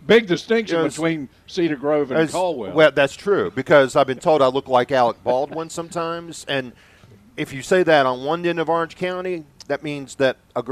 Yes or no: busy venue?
yes